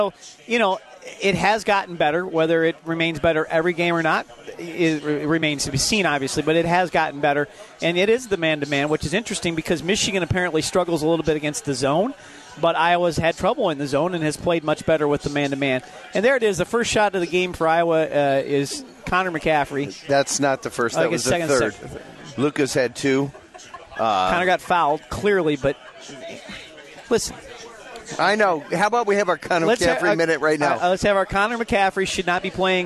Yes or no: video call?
no